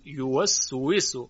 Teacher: ببینید واو عربی درسته که به واسطه گرد شدن لب ها ایجاد میشه، اما در مطالعات جدید آواشناسی به این مسئله پی بردن که در حین تلفظ واو یک مقداری از انتهای زبان هم به طرف بالا میره و اگه بالا نره صدای واو عربی با این کیفیت ایجاد نمیشه.